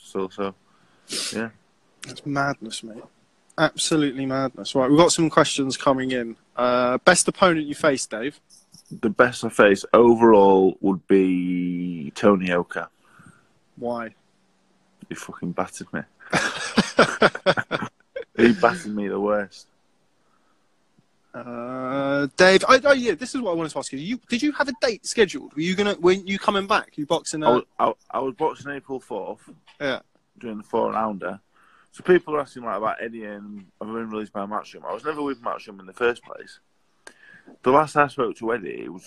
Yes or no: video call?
yes